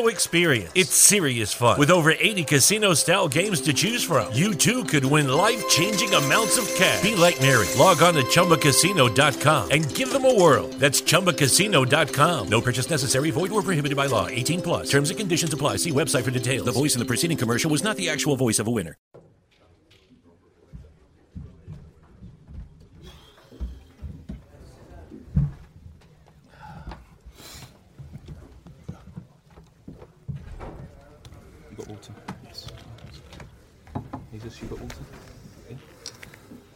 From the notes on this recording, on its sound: POST MATCH PRESS CONFERENCE